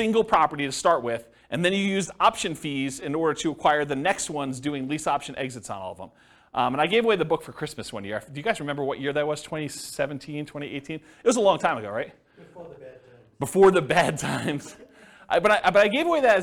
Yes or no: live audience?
yes